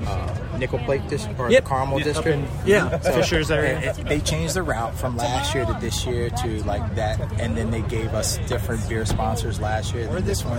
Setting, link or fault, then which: setting, busy venue